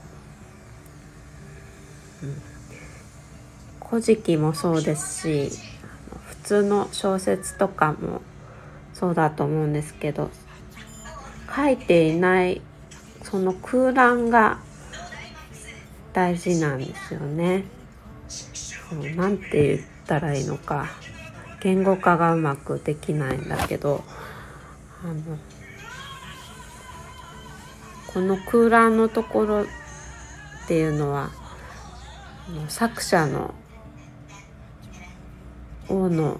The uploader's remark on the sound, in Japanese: 息子が発熱の為、今朝は収録配信でお届けします。熱は下がっていないですが、TVを見ており雑音が大きく入っています。